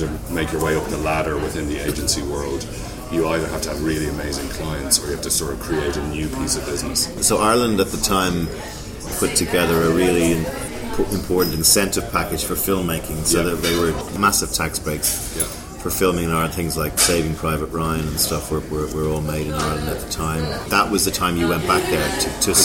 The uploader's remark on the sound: Recorded: A noisy wine bar in Cannes